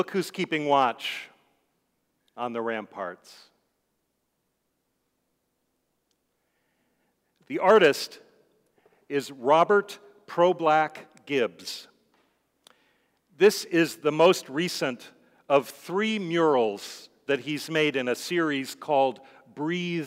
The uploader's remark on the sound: Sermons from Old South Church in Boston